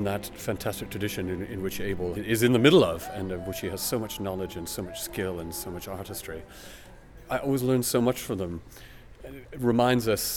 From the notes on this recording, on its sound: Experienced through headphones on a 40-minute walk through central Leeds. Sounds captured on the walk itself meander through the interviews and music.